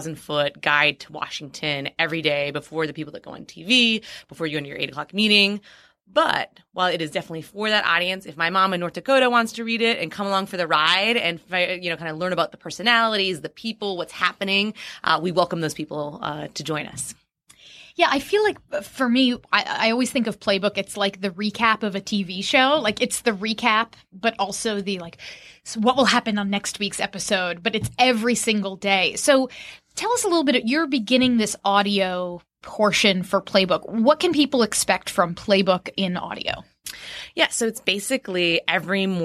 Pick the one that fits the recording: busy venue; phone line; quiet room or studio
quiet room or studio